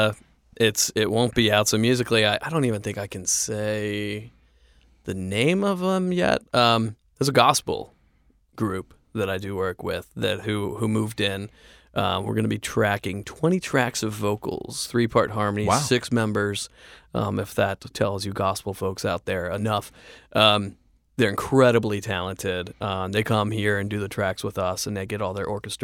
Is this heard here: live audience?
no